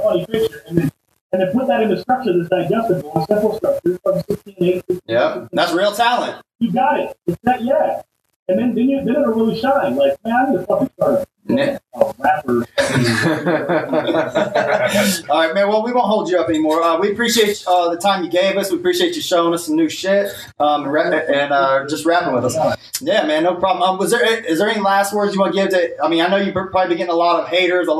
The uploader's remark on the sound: Unfortunately the streaming gods were not with us for this one, as the audio recorded...